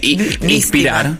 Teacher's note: Yo escucho a alguien que dice inspirar, me da como que no lo pronunció bien. Es que nosotros hay S que aspiramos. Las S que anteceden una consonante.